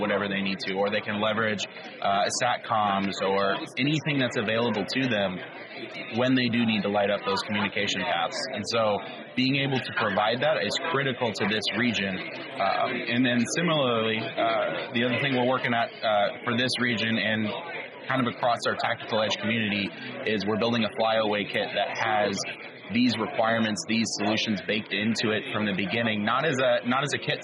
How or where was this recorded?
busy venue